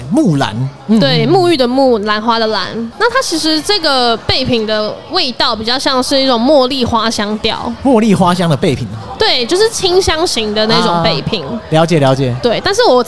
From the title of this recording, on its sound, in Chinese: Live Podcast 原音直送